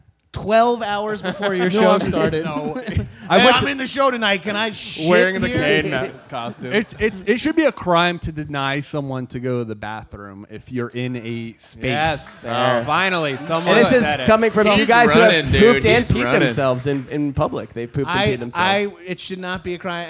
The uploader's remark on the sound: Live from SXSW